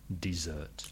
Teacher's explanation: you ask for dessert with the stress on the second syllable